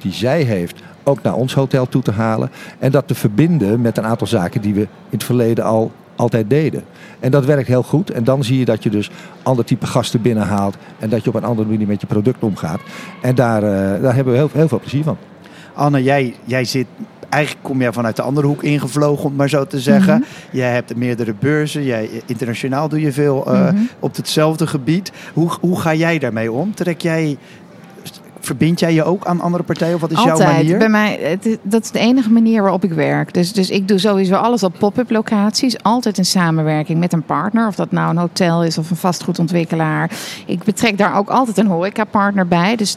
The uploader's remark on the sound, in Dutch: Vandaag live vanaf het ABN Amro World Tennis Tournament in Rotterdam over food en art.